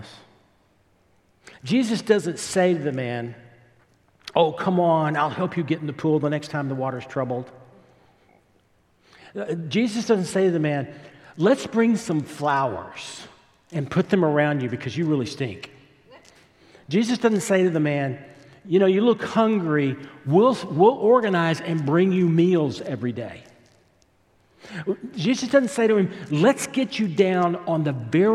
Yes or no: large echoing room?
yes